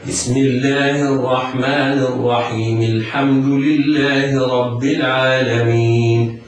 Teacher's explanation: همزة الحمد همزة وصل، فإذا وصلنا البسملة بأول السورة سقطت الهمزة